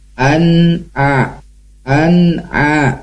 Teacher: ketika huruf nun ketika menempel lidah, ujung lidah kita ya, itu ketika melepaskannya jangan sampai ada bunyi pantulan. Tadi ana'a, ana'a, jadi memantul.